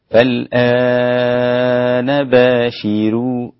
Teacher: الراء لورش هتكون مرققة لأن قبلها شين مكسورة وهي مضمومة، وورش لا يعتمد حركة الراء، ورش لا يعتمد حركة الراء، فيصير النطق بها فالآن باشروهن هكذا.